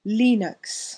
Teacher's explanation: Linux operating system is pronounced with a short I like E, and the first syllable is stressed